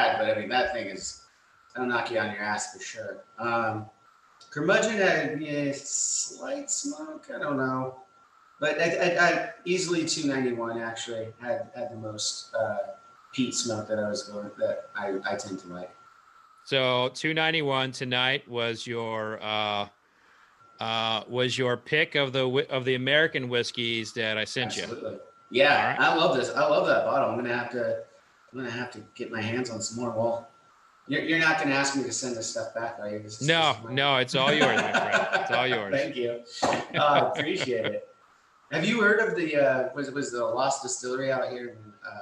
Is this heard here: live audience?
yes